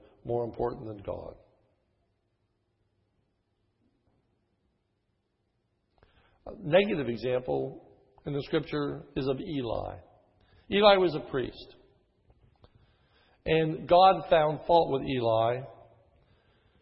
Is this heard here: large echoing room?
yes